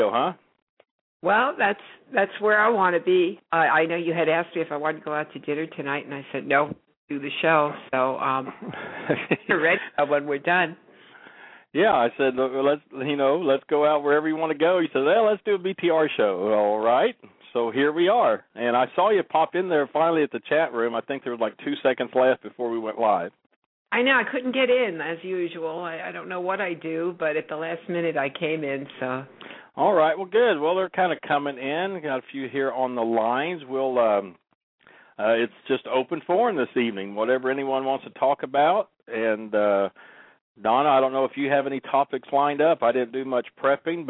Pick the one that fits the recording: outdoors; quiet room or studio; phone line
phone line